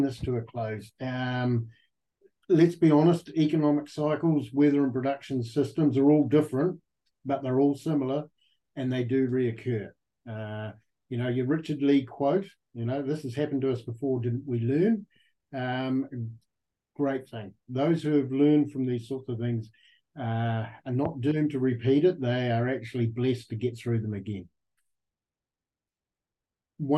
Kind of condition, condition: link, video call